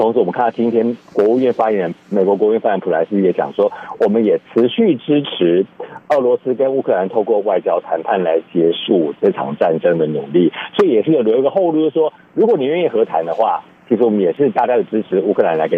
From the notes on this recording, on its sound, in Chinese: 連線美國之音白宮記者